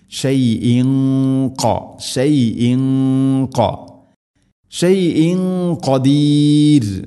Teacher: തൻവീനിന് ശേഷം ഖാഫ് വന്നാൽ ഇഖ്ഫാവും ബിഗുന്ന അവ്യക്തമാക്കി മണിക്കണം. അതിൻ്റെ കൂടെ ശ്രദ്ധിക്കേണ്ടത് ഖാഫ് സ്വരഭാരത്തിൽ ഉച്ചരിക്കേണ്ട അക്ഷരമാണ്.